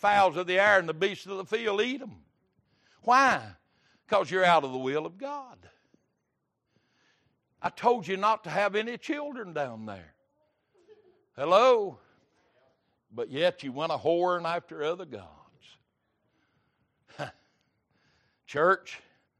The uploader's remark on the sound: Wednesday Evening Service